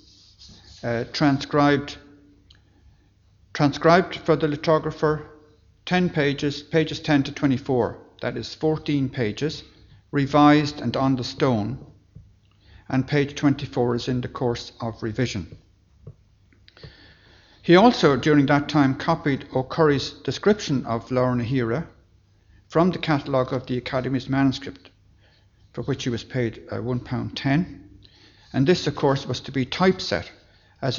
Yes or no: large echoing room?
yes